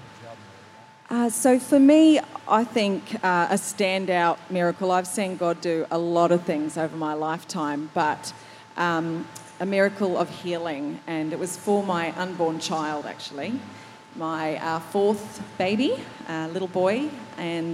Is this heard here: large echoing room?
yes